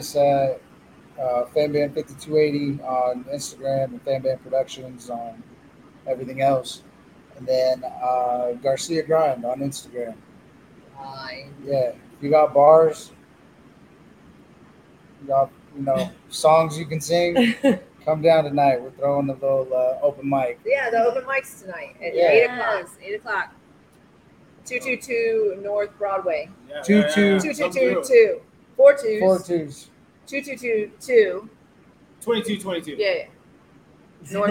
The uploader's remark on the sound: Live from Shisha Leafa